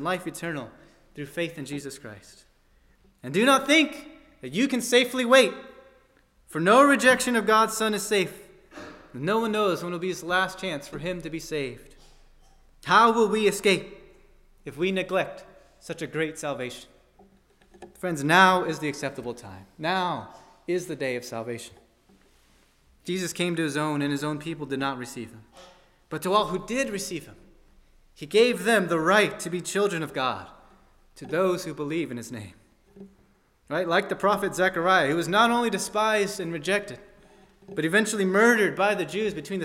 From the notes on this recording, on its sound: at First Baptist Church in Delphi, Indiana